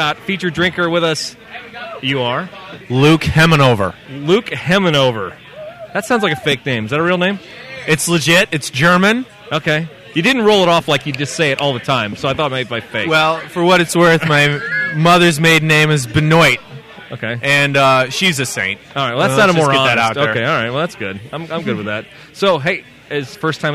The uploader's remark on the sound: Clips from the festival VIP tent. Audio fail!